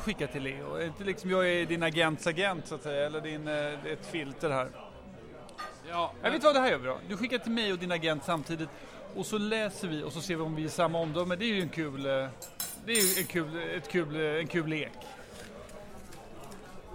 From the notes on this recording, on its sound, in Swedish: Den enda podcasten som spelas in “live” på Riche.